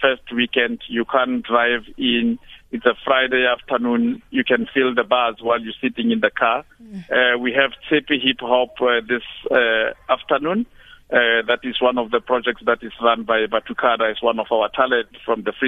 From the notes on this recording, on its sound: Guest (phone)